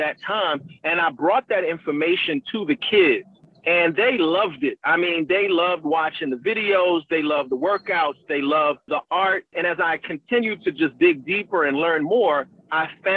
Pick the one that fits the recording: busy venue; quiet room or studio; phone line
phone line